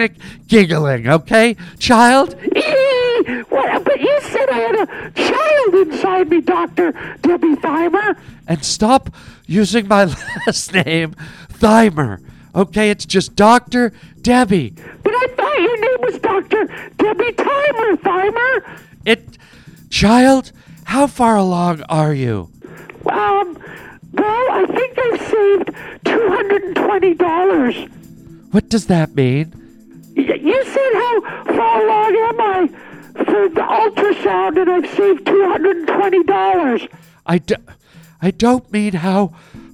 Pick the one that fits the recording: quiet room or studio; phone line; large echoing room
phone line